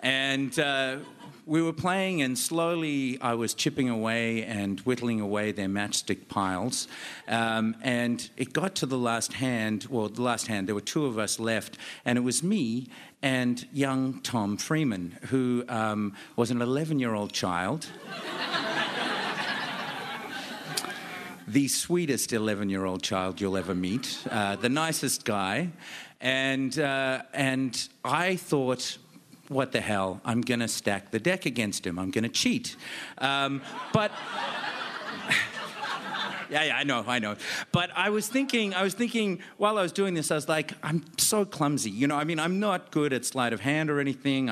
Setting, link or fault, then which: setting, live audience